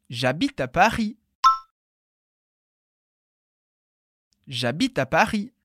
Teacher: em Paris, a gente não pronuncia o S do final.